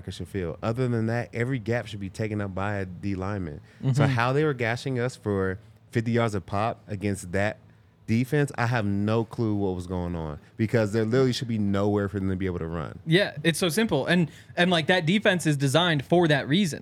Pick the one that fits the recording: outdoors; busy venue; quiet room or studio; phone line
busy venue